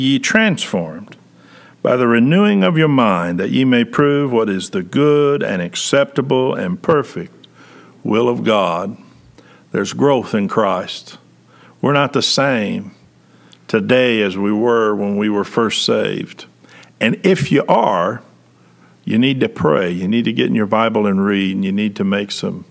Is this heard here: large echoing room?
yes